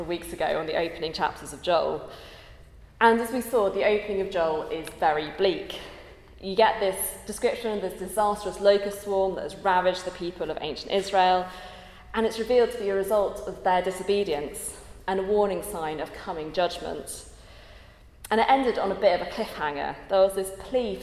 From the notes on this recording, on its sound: At a Christians in Parliament Chapel Service which was held in the Chapel of St Mary Undercroft on Tuesday 9th May 2023.